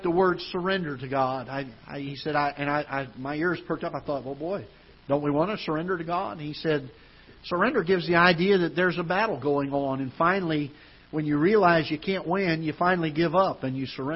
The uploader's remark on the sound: Ketha Heights Baptist Church ~ Live Broadcast